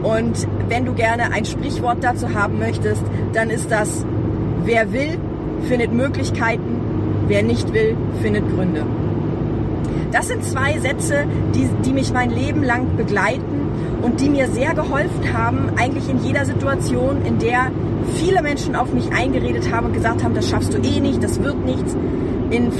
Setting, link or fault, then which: setting, inside a vehicle